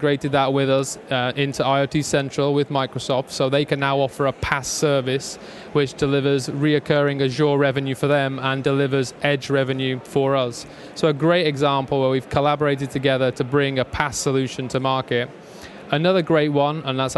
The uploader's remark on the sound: LIVE from Microsoft Ignite in Orlando Florida